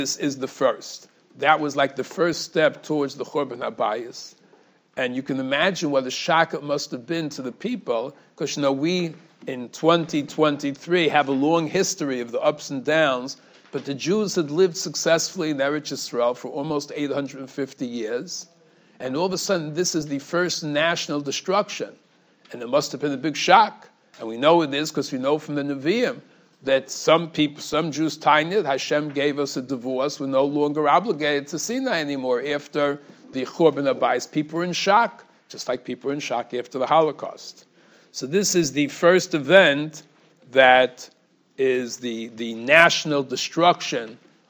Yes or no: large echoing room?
yes